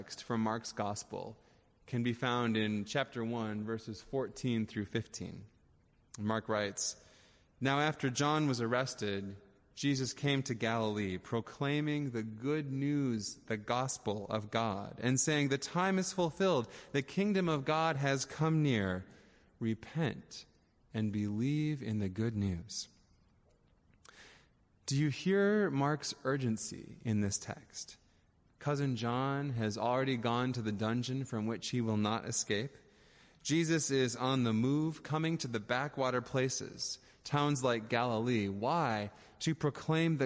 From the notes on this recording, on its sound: Audio recording of the sermon in Ellis Hall